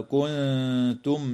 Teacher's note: وتخفى النون الساكنة عند التاء مع الغنة مرققة في كلمة كنتم في الموضعين